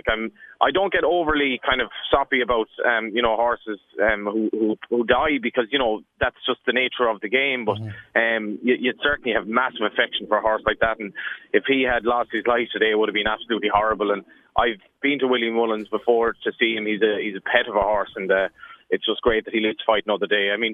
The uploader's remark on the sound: on the line from Limerick